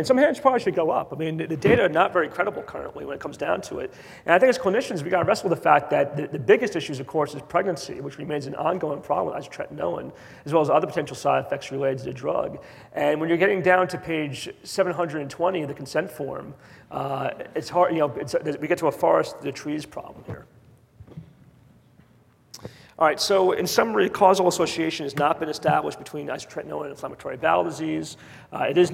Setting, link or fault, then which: setting, live audience